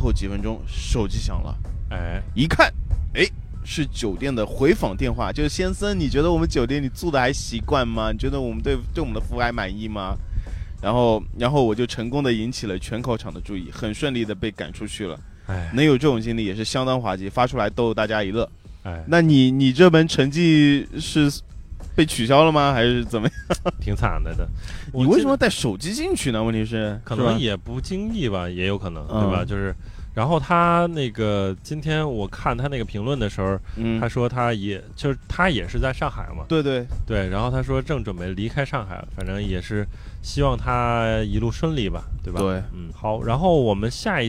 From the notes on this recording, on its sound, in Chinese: 本次第一次尝试在室外录音，推荐外放收听，耳机收听可能会听到风噪声，请见谅请见谅。